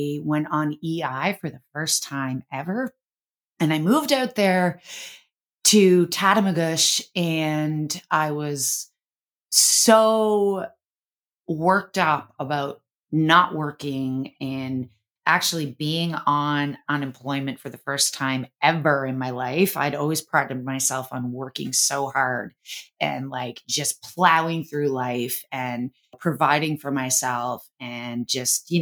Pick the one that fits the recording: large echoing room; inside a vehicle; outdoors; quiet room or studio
quiet room or studio